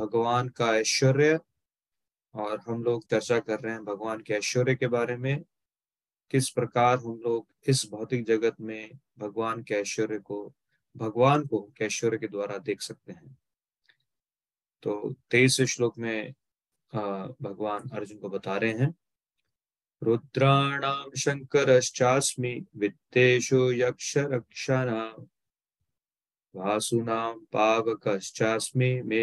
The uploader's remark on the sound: Zoom recorded session